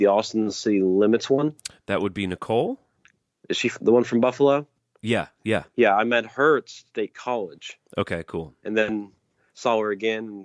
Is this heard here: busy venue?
no